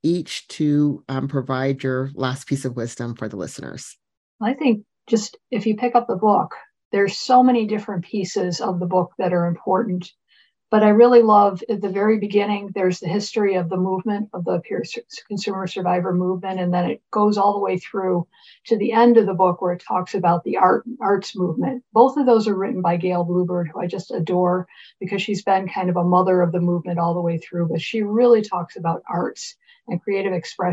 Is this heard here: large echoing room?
no